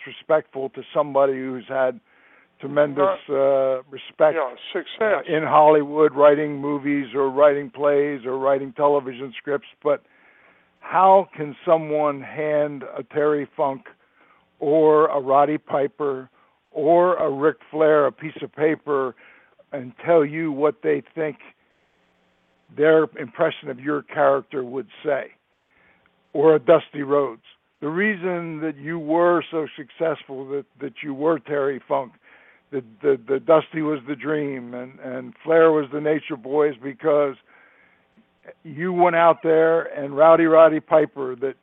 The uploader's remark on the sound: scheduled to call in and tell their tales